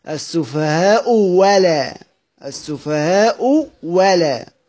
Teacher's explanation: عندنا بيقرأ نافع وابن كثير وأبو عمرو وأبو جعفر أهل سما، ومعهم أبو جعفر وأيضا رويس عن يعقوب، بيبدلوا الهمزة الثانية واو خالصة مفتوحة. السفهاء ولا، السفهاء ولا، همزة مفتوحة خالصة، ماشي.